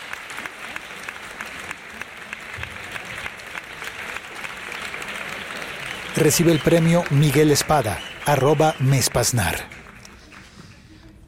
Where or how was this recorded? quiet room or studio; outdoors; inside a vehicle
outdoors